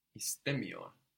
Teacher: I'm putting a strong accent before the m